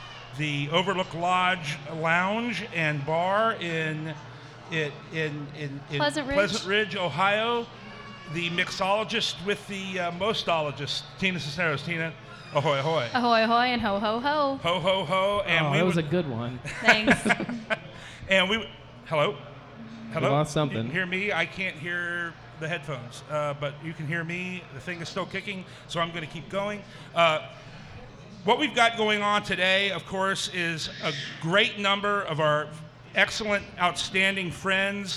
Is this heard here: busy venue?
yes